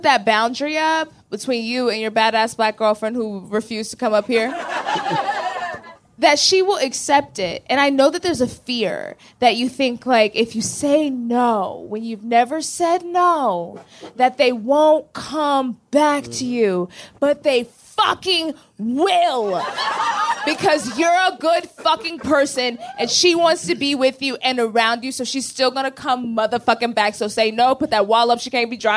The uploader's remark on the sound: put on our first live show since the start of the Pandemmy™, OUTSIDE at Permanent Records Roadhouse